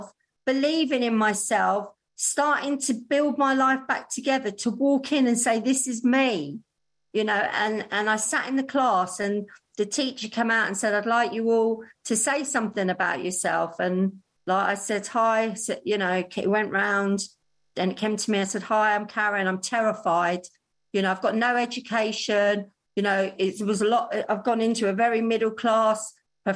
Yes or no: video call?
yes